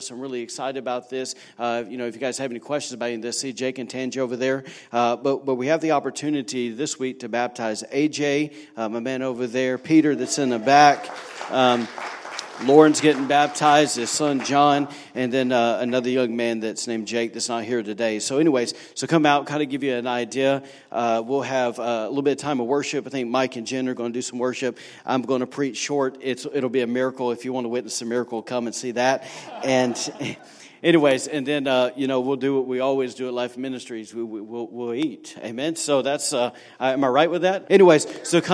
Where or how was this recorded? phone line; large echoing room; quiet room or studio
large echoing room